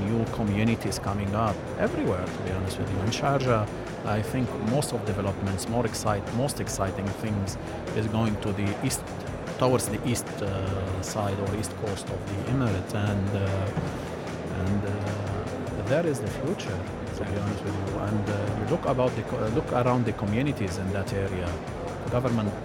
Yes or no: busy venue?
yes